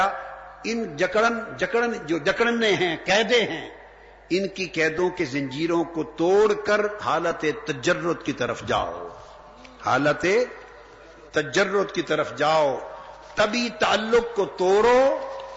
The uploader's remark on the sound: Place: Itikaf City, Lahore. A speech delivered at I`tikaf City Baghdad Town (Township) Lahore.